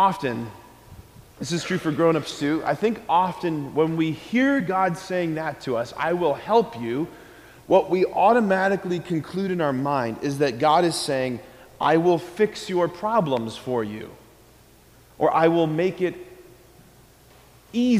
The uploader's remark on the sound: Preached this homily on December 14, 2023 at Sacred Heart of Jesus Catholic Church in Wadsworth, OH. School Mass.